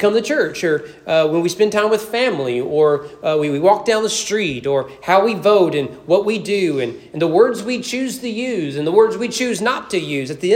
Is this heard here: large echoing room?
yes